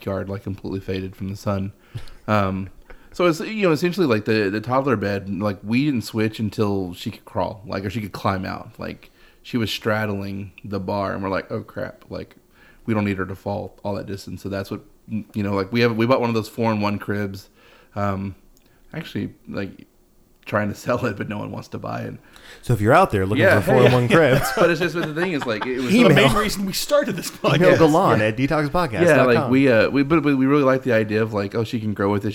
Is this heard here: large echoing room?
no